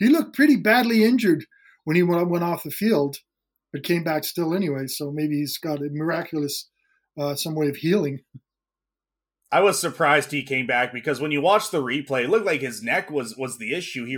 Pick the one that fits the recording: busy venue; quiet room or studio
quiet room or studio